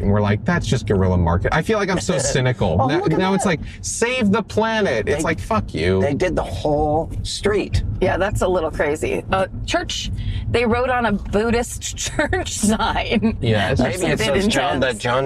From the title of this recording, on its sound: In the Car